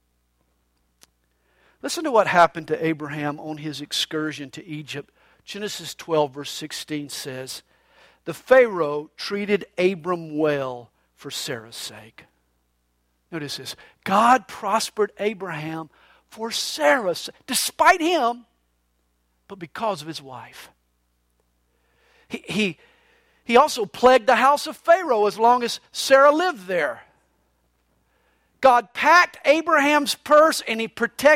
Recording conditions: large echoing room